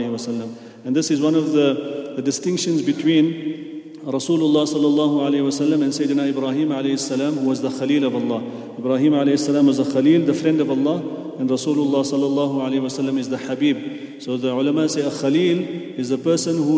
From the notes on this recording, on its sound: at the Houghton Masjid (West Street)